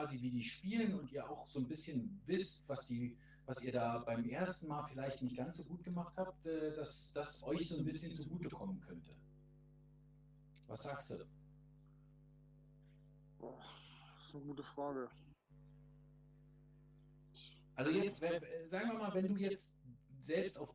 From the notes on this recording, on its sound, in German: Es ist die mit dem schlechtesten Ton ever